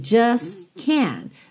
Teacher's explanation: Você talvez não ouça o T nem do just, nem do can't.